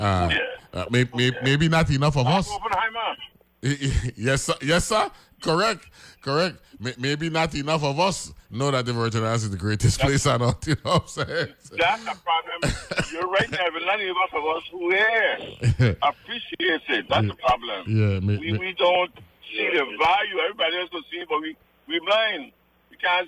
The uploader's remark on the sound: joined on the phone